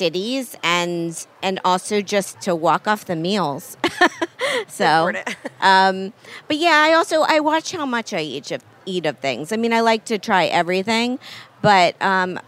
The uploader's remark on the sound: at Charleston Wine + Food 2020